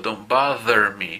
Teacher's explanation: Hago el sonido de la TH, pero con voz.